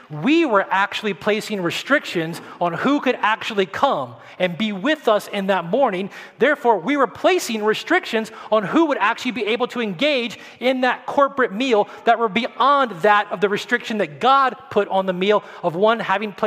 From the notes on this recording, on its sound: at Redemption Hill Church on Sunday, June 6th, 2021